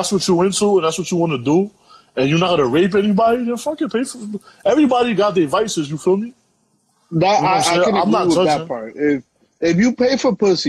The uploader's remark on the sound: Via IG LIVE due to quarantine.